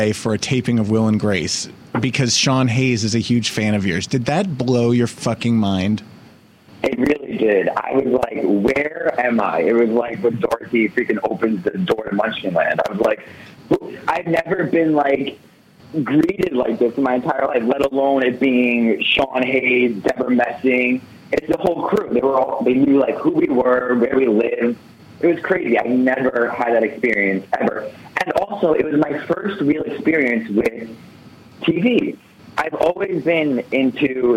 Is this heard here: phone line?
yes